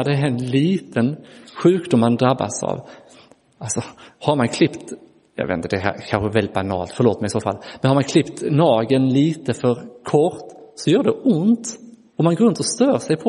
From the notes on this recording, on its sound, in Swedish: Inspelad i Roseniuskyrkan den 9 juli 2023